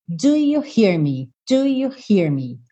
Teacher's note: O you já vem pegando carona com o do. E o me já vem fechando o hear.